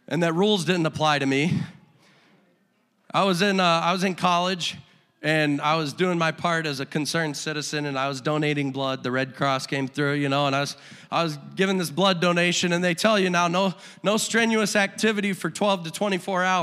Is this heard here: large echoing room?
yes